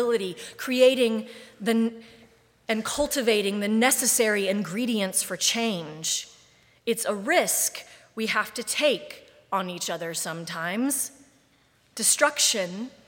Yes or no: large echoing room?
yes